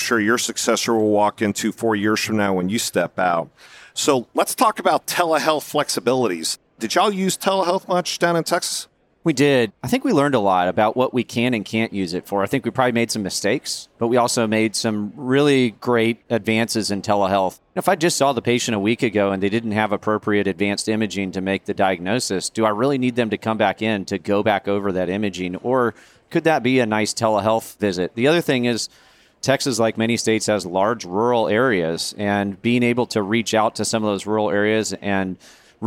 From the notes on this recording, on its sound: Recorded live at the 2023 Annual Meeting.